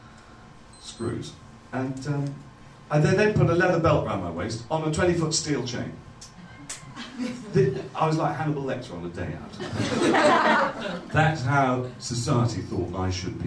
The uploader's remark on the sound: We remix past performances from our live shows. All performances were originally recorded at our shows at The Leicester Square Theatre, The Hackney Attic and The Dogstar in Brixton throughout 2012 and 2013.